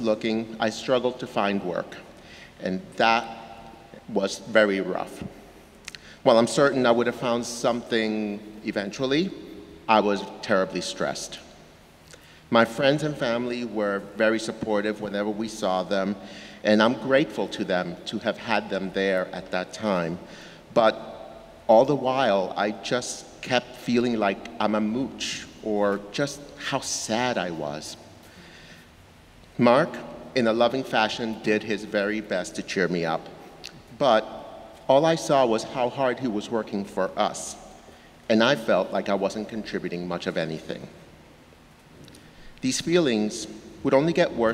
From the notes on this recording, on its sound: Sermons from Old South Church in Boston